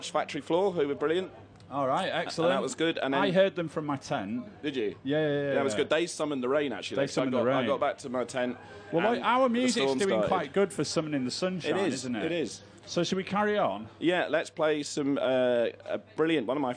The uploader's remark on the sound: BONUS: Green Man Festival (Saturday). Broadcasted from a boggy field in the beautiful Brecon Beacons in Wales on Green Man Festival radio.